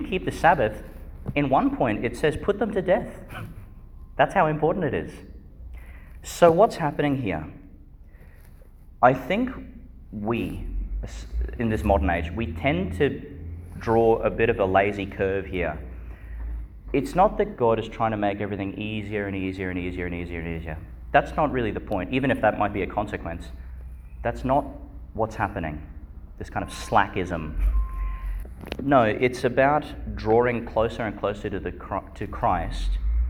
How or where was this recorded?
large echoing room